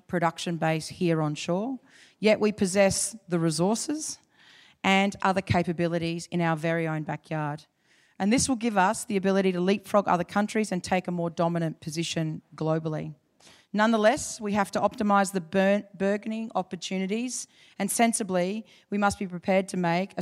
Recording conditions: live audience